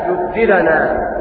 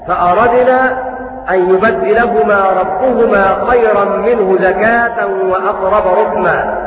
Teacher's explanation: وقرأ نافع وأبو جعفر وأبو عمرو بالتشديد في هذه الكلمات بتشديد الدال · Shown in: second take